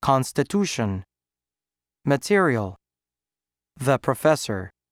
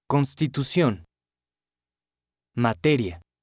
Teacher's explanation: note how the unstressed underlined vowels all sound roughly the same · Shown in: first take